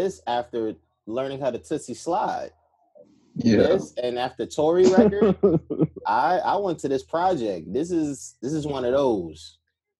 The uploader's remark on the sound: Once again through Zoom.